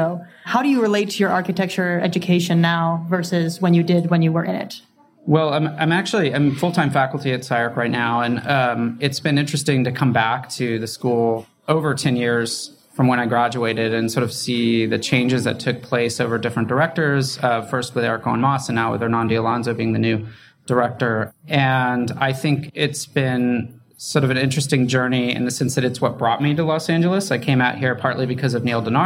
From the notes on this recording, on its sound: at Jai & Jai Gallery in Los Angeles, part of Archinect's first live-podcasting series, Next Up